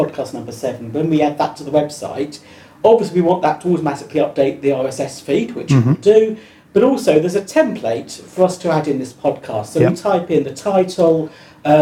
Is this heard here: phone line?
no